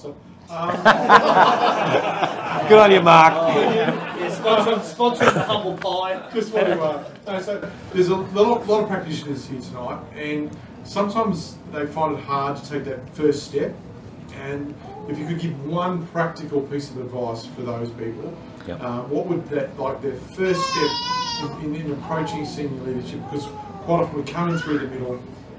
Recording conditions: live audience